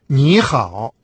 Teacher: третий тон в предшествующем слове меняется на второй. Например, мы знаем, что «ни» – третий тон – это местоимение второго лица «ты».